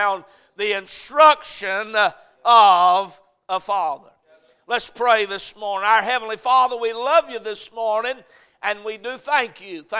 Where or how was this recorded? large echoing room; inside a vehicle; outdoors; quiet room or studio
large echoing room